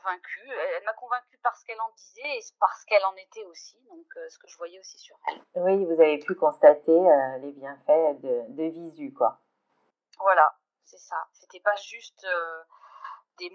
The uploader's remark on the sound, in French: Les conditions d'enregistrement n'étaient optimales, je fais une nouvelle fois appel à votre indulgence sur la qualité audio de cet épisode !